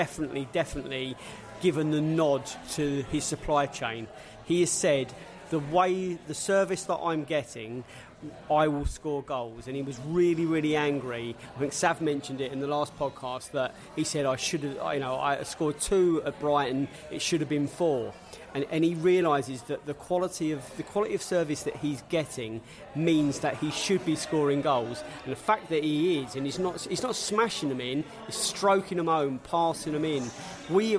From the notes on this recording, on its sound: Wolverhampton Wanderers pre-match podcast from the pub. Fans in the pub after Preston victory.